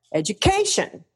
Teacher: It's always the syllable right before the shun that goes high. · Term: accented syllable